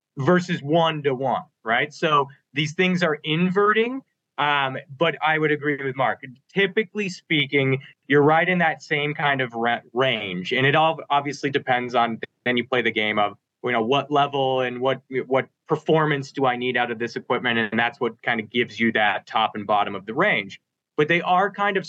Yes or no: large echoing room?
no